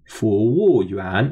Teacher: So that's F-U in the second tone, W-U in the fourth tone, 服务, and then 员, which is Y-U-A-N in the second tone, 服务员, a second tone, fourth tone, second tone, which means waiter